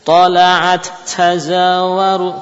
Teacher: Ta yang pertama mudghamah, ya. Tidak terbaca lagi, ya. Cuma ta yang kedua musyaddadah. Tala'atta, ya, ketika maftuh baru muncul hamasnya.